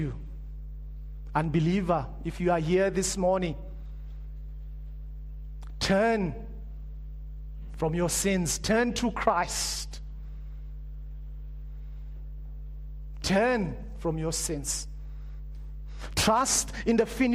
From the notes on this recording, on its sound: Preached at Living Stone Bible Church